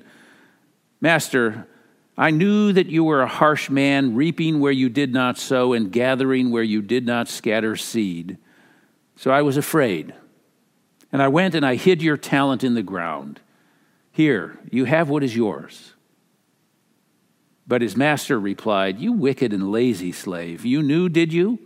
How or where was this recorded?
large echoing room